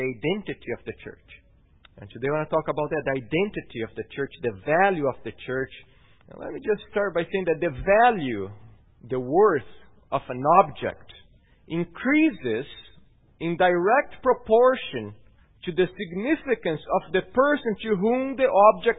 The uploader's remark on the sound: at Gracious Cross Reformed Church Salem on Sunday, June 10th, 2018.